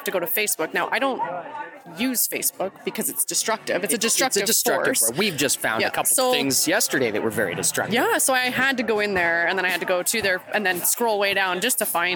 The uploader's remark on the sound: This episode starts out live on scene June 4th 2022 at the big thank you for the emergency first responders for 100 Mile House and the surrounding area. Enjoy some of the awesome music in the incredible Volunteer and 100% community built stage! We follow up our "live on scene" back at the new HQ where we recap the event and listen to a couple of speeches.